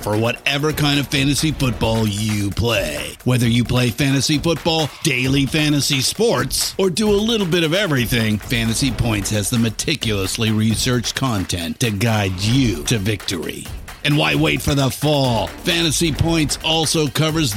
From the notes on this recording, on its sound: Americanafest 2018. Live from the Red Carpet at the 2018 Americana Honors & Awards Show.